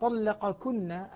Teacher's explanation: فهنا قال طلق كنا، الحكمة موجودة وهو أنه بعد الكاف هناك نون مشددة، بل إن النون المشددة أثقل من الميم فهي معتمد أقوى للكاف بعدها، ولذلك تدغم القاف في الكاف فيها · Term: إدغام كامل